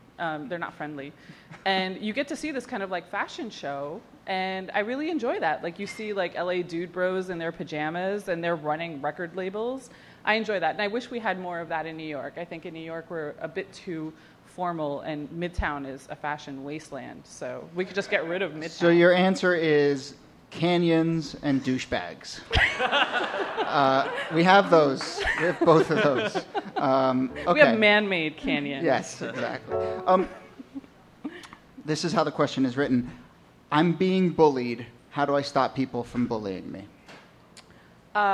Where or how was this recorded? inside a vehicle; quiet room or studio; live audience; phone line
live audience